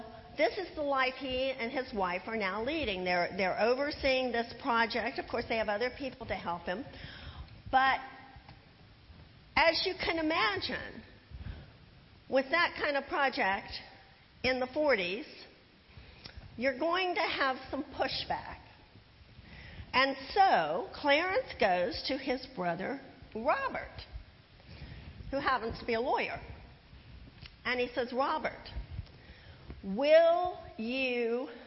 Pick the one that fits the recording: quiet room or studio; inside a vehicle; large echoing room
large echoing room